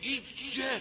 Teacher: إياك، نقول لا هذا خطأ، أنت نقلت المخرج إلى مخرج آخر، نقلت مخرج الياء إلى مخرج الشين أو الجيم